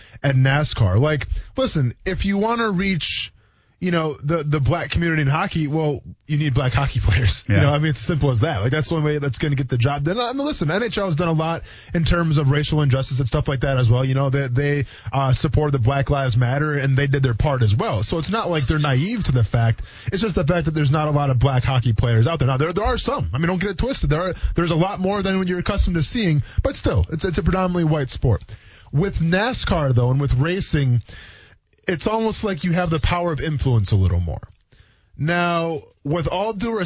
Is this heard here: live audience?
no